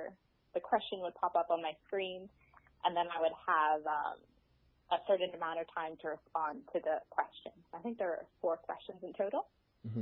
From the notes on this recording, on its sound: In Melbourne. In Sydney and I in Brisbane we all caught up for a quick chat on the phone.